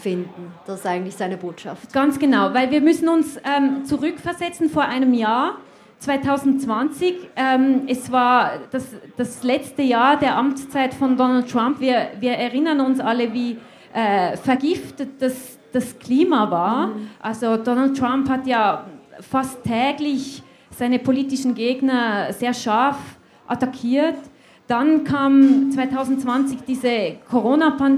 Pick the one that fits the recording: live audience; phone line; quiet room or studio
live audience